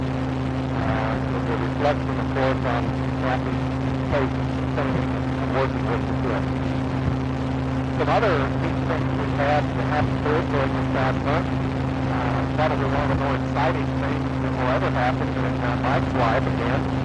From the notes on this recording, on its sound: Driving home from work. Poor audio quality.